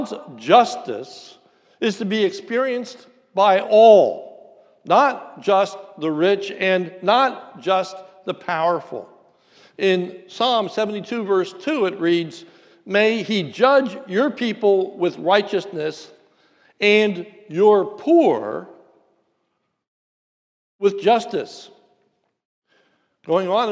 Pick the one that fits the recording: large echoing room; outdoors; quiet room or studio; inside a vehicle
large echoing room